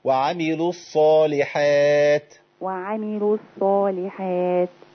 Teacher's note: نقف على التاء عشان نتدرب على الهمس فيها وبقى الهمس وما انقلقلهاش.